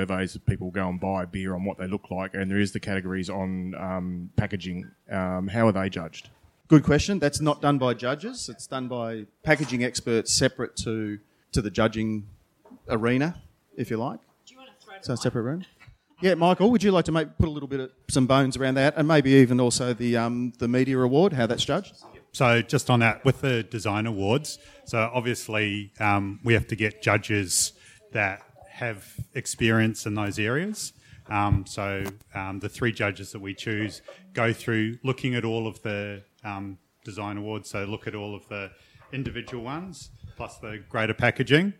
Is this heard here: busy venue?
yes